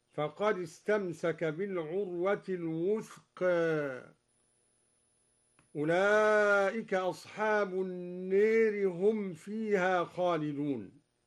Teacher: قوله تعالى: فقد استمسك بالعروة الوثقى، قرأ الدوري بتقليل الوثقى وإمالة ألف النار هكذا: فقد استمسك بالعروة الوثقى أولئك أصحاب النار هم فيها خالدون.